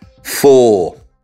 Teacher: Non si pronuncia mai l'R alla fine. Quando l'R è l'ultima lettera, non è mai pronunciato